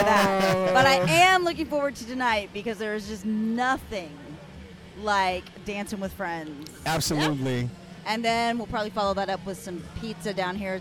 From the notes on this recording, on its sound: This is a collection of LIVE poolside. LIVE poolside "How You Feelin'?!" comment from a few of our sexy friends at Hedonism Resort during Casual Swinger Week!